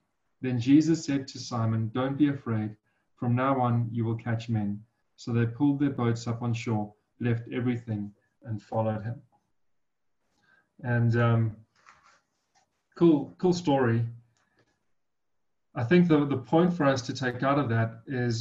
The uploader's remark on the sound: Breakthru Business Forum ZOOM meeting